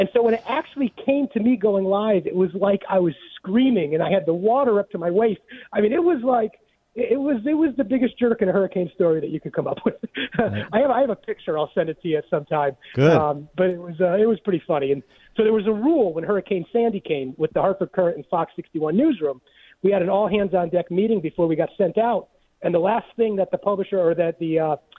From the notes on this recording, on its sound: Then, we play RANTS and take phone calls.